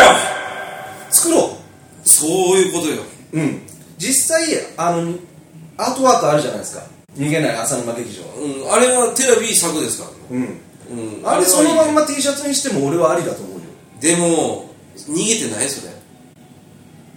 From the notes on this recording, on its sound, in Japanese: カラオケボックス収録なので音声は悪いですが